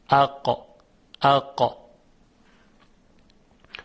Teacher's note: در اینجا اقصر لسان یا انتهای زبان به طرف بالا میره، به نرمکام یا سقف دهان یا حنک اعلا برخورد میکنه و صدای قاف در اون نقطه ایجاد میشه